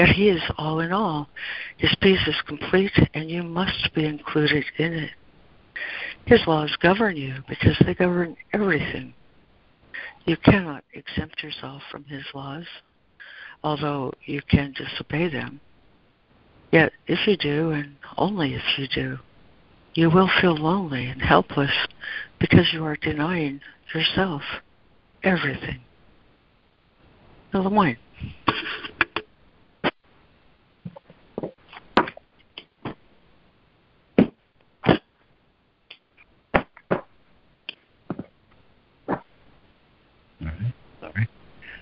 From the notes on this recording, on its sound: ACIM Daily Conference Call.